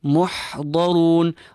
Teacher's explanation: the empty, light, clean ha in the center of your throat.